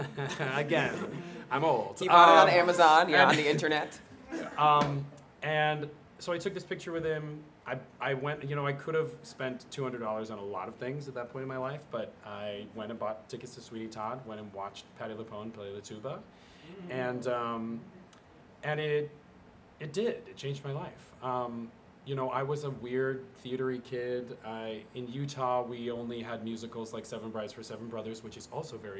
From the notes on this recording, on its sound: At BroadwayCon 2022 for the first ever LIVE TAPING of The Art of Kindness podcast.